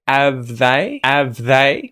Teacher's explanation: We can get rid of the H at the front there and say, have they, have they.